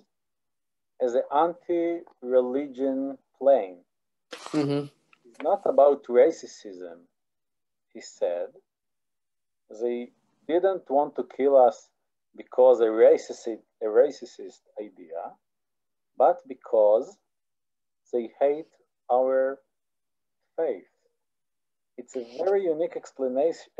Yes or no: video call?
yes